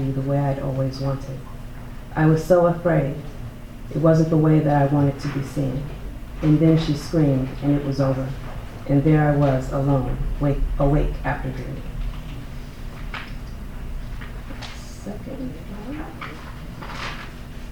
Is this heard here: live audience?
yes